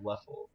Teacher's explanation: So the schwa is the second vowel.